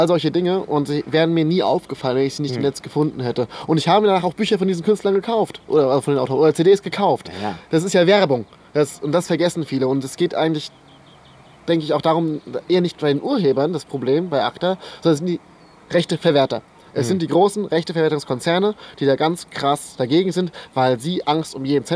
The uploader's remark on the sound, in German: Der Podcast wurde während des Bundesparteitags in Bingen am Rhein im Schatten des. Man hört auch Vogelzwitschern und Hubschrauber.